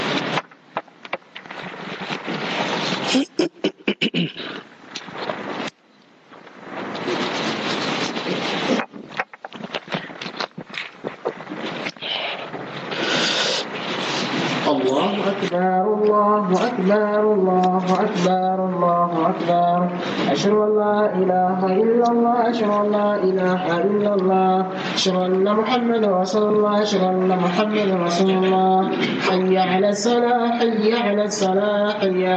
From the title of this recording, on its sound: Jumah Lecture at Rainbow Masjid